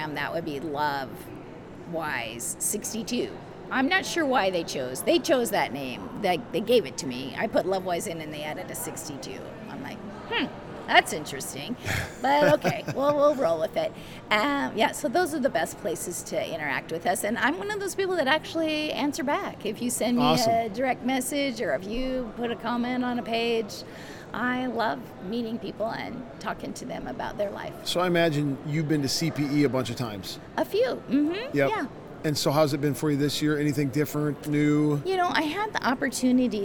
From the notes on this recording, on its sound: LIVE from CPE 2022!